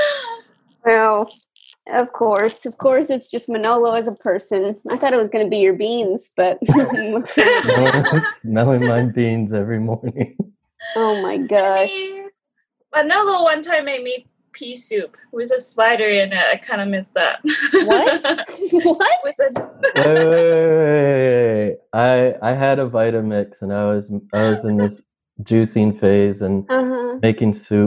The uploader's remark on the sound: Play listener-created games with callers via Zoom!